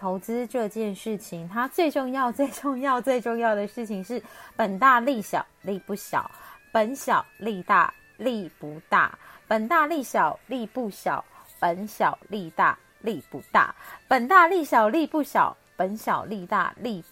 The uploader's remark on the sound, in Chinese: 這一集換了錄音方式，所以有些沙沙的聲音